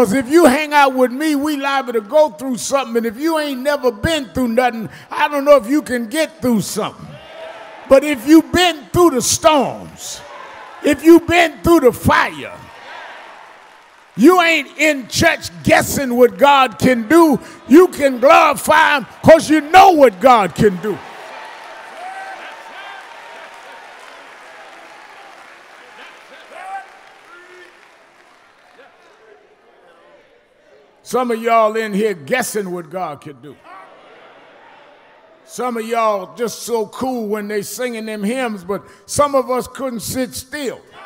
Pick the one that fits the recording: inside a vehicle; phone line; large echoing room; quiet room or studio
large echoing room